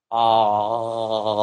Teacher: there's a kind of constriction in the throat · Term: laryngeal